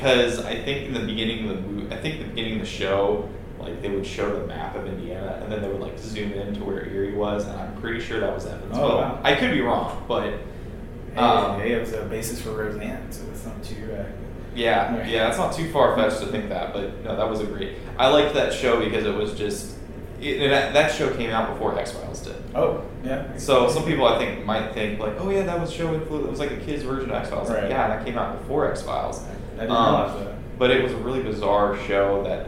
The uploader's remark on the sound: We had an issue with our digital recorder, so, unfortunately, the audio quality for this one isn't great. Please overlook the room noise.